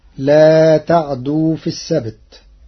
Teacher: قرأ ورش كلمة لا تعدوا بتحريك العين مفتوحة وتشديد الدال فتصير لا تعدوا في السبت، وأصله تعتدوا.